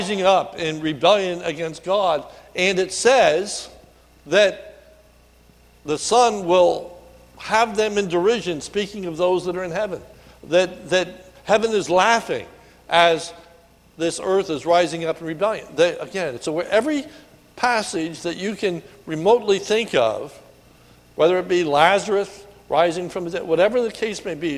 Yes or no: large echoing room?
yes